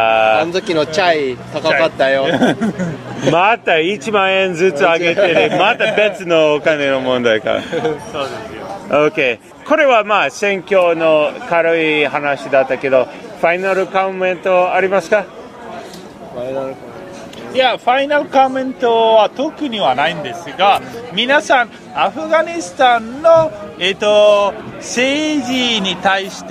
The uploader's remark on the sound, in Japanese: 外で録音しましたので、バックグラウンドはちょっとうるさくて、申し訳ありません